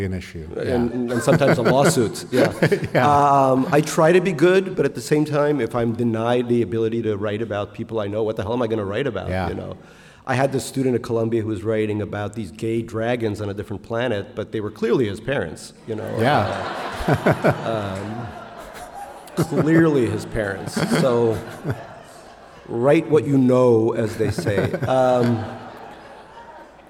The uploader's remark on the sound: at the Portland Art Museum as part of the 2020 Portland Book Festival